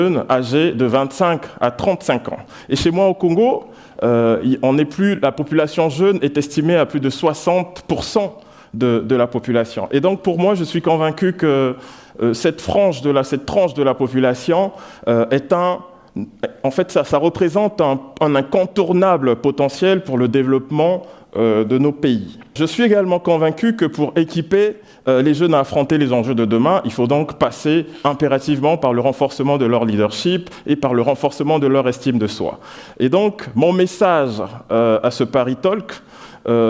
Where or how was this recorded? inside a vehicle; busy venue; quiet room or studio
busy venue